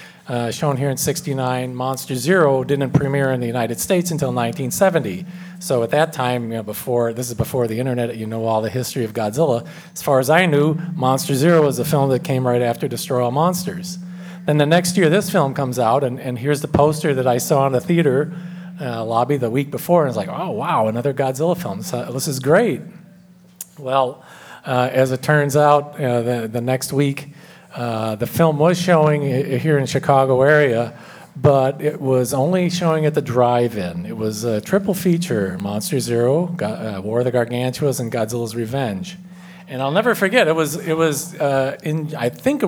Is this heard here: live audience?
yes